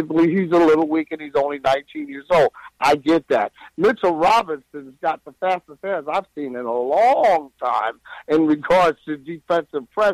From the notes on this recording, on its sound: Knicks Post Game Live. Give their takeaways from the game and take live phone calls from fans around the world.